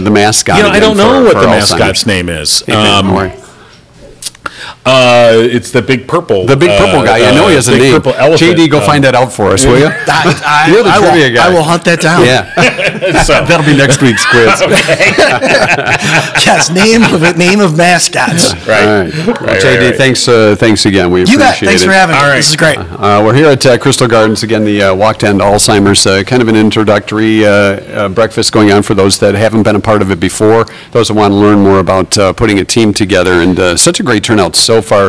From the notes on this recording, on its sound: We were live on location for the Alzheimer's Association Leadership Breakfast at Crystal Gardens